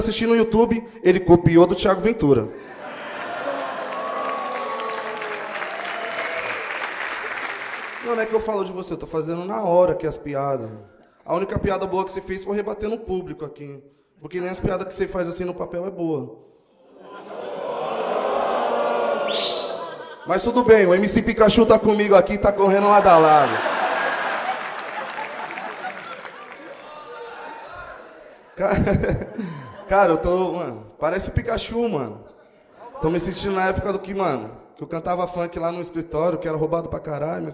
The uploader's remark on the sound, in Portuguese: Show gravado no Teatro Gazeta.